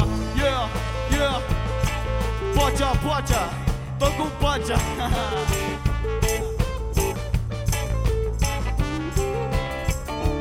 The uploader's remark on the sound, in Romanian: Multumim baietilor de la sunet pentru inregistrare Inregistrat la Street Delivery Iasi, 2015.